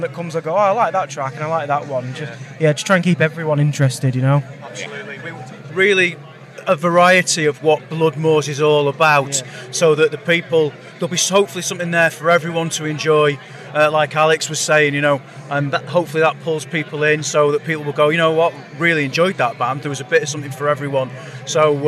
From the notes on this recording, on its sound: From our 'Live from Bloodstock 2023' series.